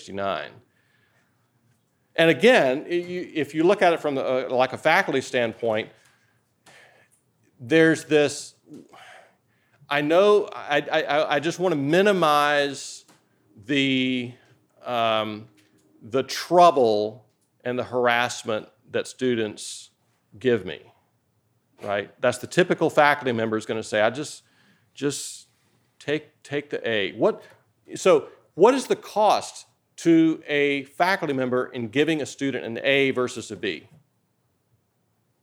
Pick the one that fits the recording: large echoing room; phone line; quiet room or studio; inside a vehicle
large echoing room